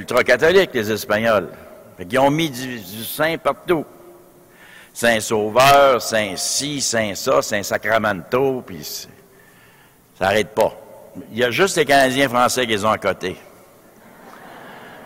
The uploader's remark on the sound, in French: Conférence de clôture du colloque 2016 de l'AQPC, à Québec.